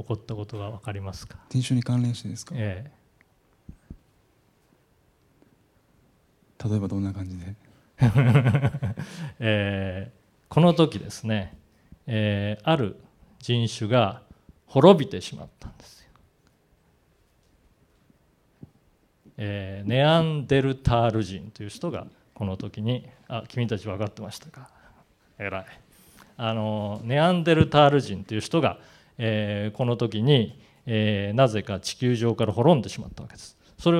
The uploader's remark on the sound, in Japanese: 直接議論を交わしながら行う１回限りの公開授業。京都大学 山内ホール。